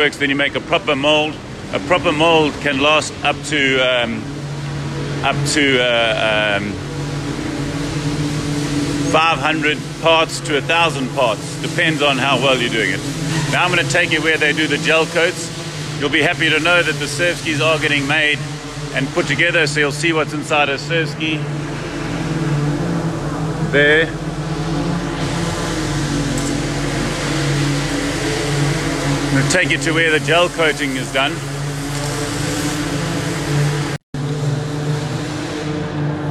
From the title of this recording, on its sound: Live From Portugal - Nelo Factory Tour